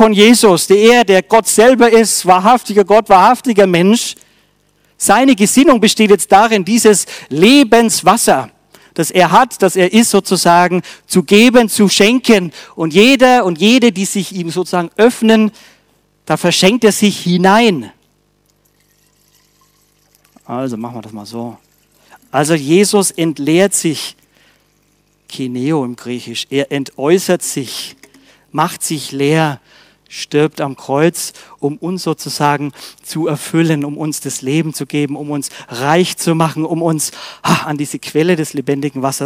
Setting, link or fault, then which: setting, large echoing room